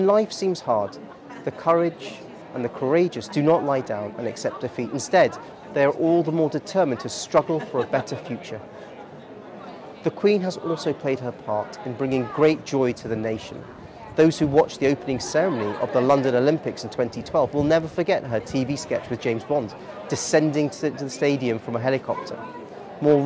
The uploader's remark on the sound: This podcast was recorded on Edinburgh's famous Royal Mile, where we spoke with many people.